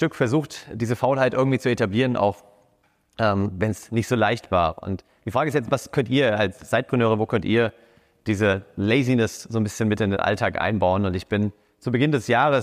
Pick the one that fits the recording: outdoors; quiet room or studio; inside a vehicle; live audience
live audience